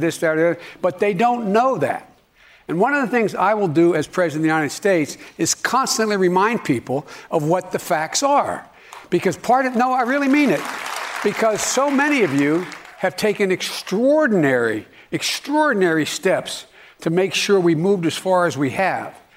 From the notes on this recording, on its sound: During a live town hall. At The Novo in Los Angeles.